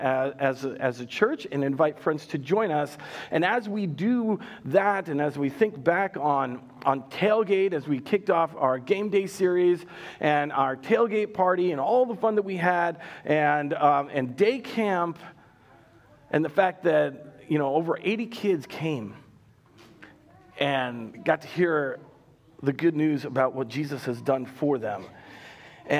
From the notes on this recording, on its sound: Recorded live at Word of Life Church in Le Sueur, Minnesota, on August 29nd, 2021